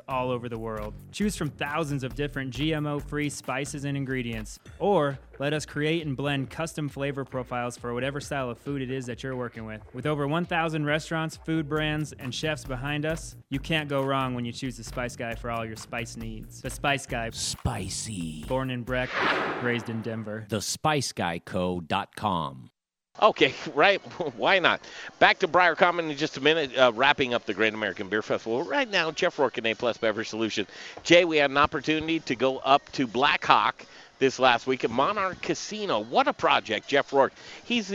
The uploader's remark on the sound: Colorado Beer Week! Briar Common Brewery and Eatery play host to Dedication Tattoo, and The Modern Eater Show for this live broadcast!